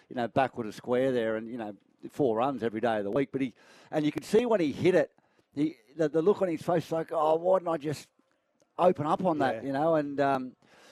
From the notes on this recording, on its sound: Live from Cbus Super Stadium ahead of the round 15 clash between the Titans and Tigers.